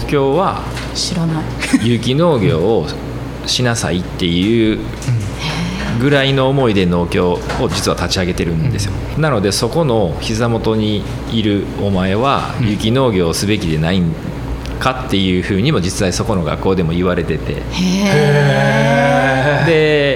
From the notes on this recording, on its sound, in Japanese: 阿南市にある観光農園サニーズファームがスタジオに。プレオープン中の直売所で収録をさせていただきました！